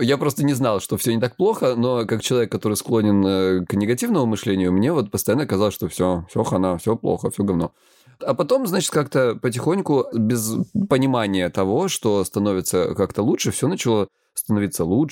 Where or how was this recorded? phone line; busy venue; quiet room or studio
quiet room or studio